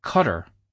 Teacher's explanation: Say it now quickly in a sentence so you're less focused on forcing an unnatural pronunciation, and rather than an explosive T sound like in time, you have a flap of the tongue